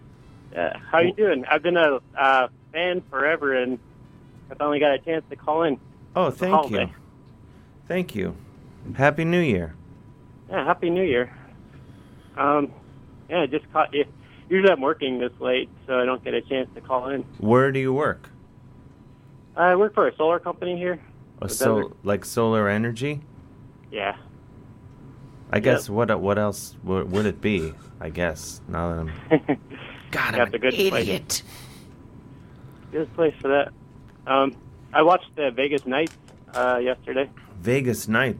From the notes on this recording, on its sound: Tonight the guest is you the listener. Talks on the phone.